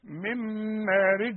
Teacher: النون اللي بعدها ميم، تدغمها إدغام كامل بغنة